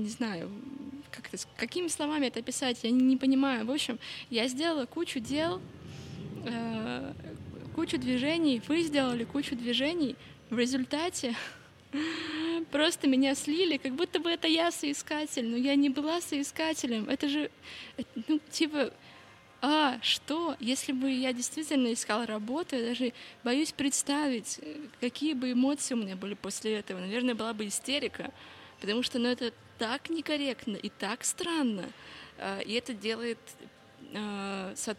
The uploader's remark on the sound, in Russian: Это Live-запись, поэтому на фоне вы можете слышать разные посторонние звуки, которые, в свою очередь, придают атмосферы этому эпизоду. Наша передвижная подкаст-студия вошли в чат.